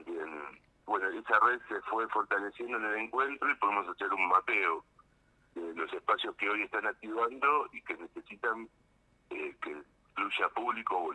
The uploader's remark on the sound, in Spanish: Charla telefonica